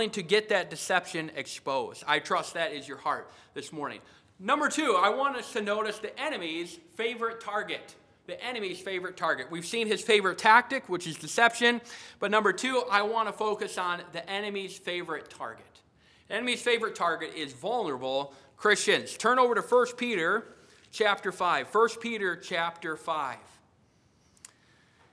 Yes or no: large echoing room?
yes